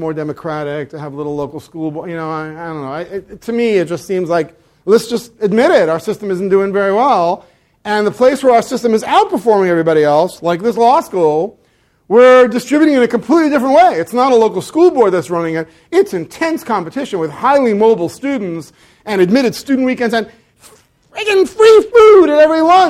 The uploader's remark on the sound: This talk was recorded on October 21, 2014, as part of the Chicago's Best Ideas lecture series.